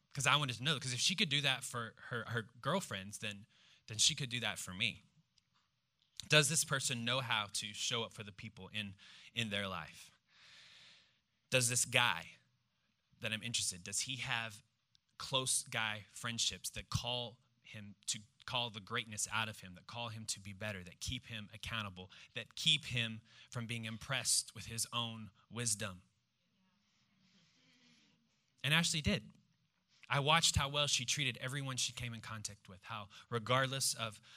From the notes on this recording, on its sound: Preached this message on September 10th at our Downtown Community.